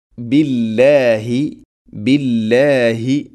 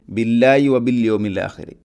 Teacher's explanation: ഹ തൊണ്ടയുടെ താഴെ ഭാഗമാണ്, അത് ഉച്ചരിക്കണം. · Shown in: first take · പലപ്പോഴും പല ആളുകളും ബില്ലായി വബില്യോമില്ലാഹരി ഇങ്ങനെ ഓതും.